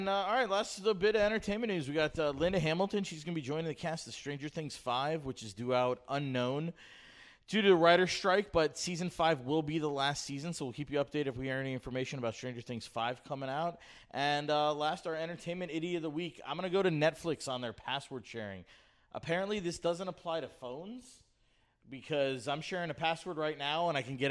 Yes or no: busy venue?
yes